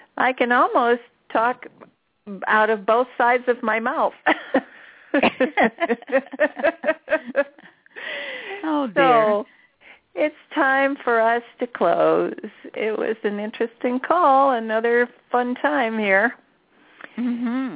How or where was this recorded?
phone line